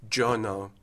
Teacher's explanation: for some speakers, in initial sort of stress positions, it becomes an affricate, Yo no, and that in medial positions or in unstressed positions, it stays as a fricative.